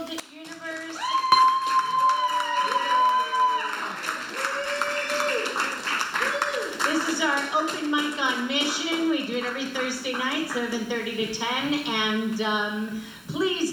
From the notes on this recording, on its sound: Live at Jeweled Universe. . . South Pasadena California’s Open Mic! Offers an Open Mic every Thursday evening from 7:00 to 10:00 PM.